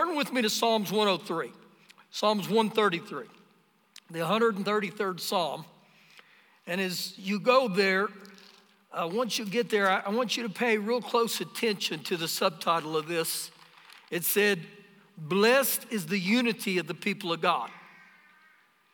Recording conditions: live audience